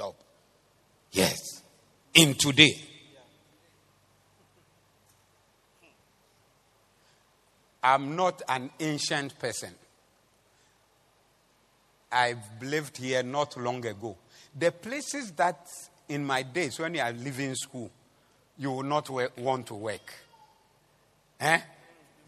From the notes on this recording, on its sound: Preached at the Zeloo Service 07052023